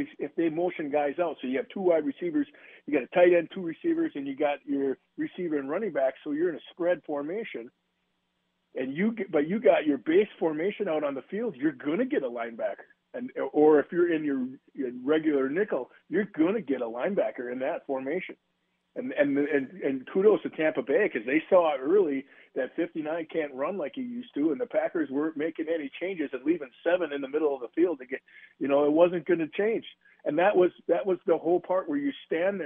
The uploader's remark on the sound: Hour 2: callers sound off